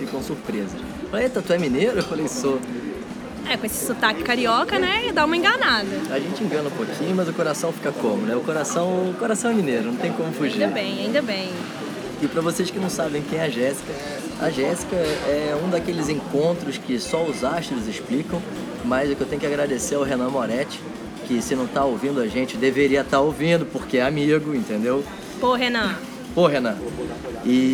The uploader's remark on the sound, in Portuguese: Acredita que esse podcast foi gravado na OOP café no meio da caçada com todo mundo passando!